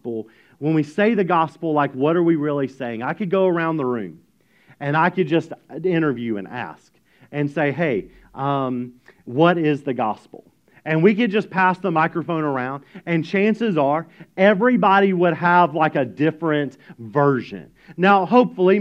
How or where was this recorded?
large echoing room